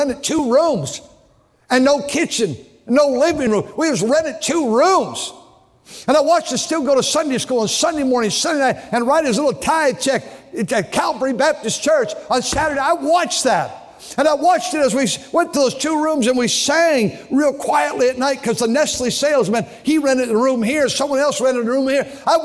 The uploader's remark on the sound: during the Sunday Morning service on October 22, 2023, at North Valley Baptist Church in Santa Clara, California.